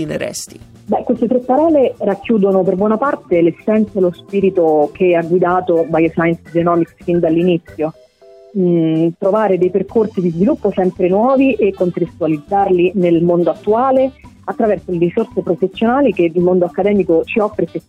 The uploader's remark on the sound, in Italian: Al telefono.